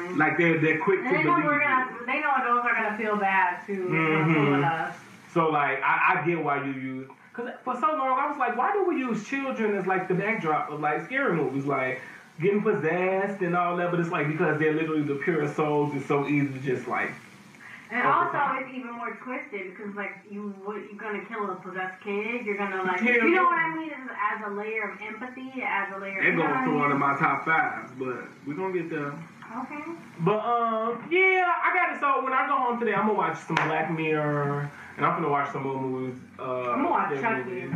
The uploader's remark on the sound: AUDIO MAY SOUND DIFFERENT ON THIS EPISODE.